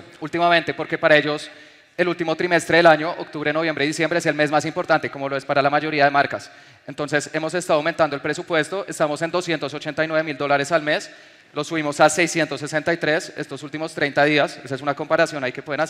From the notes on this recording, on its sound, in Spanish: te comparto la grabación de una conferencia que di en Medellín el 8 de octubre del 2022